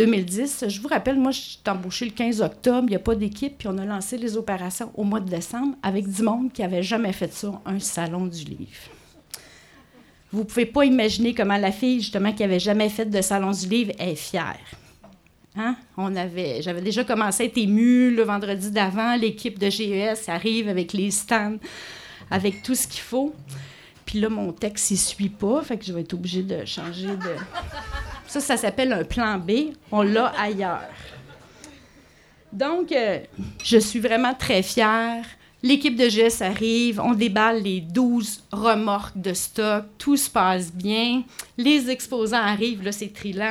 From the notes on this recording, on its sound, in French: L'Association des auteurs et auteures de l'Outaouais (aaao.ca) et le Salon du livre de l'Outaouais (slo.qc.ca) ont uni leurs forces pour proposer une édition spéciale de l'Araignée du soir. Enregistrée sur la scène du Troquet en collaboration avec le Salon du livre de l'Outaouais.